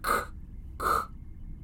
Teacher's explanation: lowercase Q sounds much like the English K, but from the back of the throat. The Q does not include the W sound as in English words that begin with QU.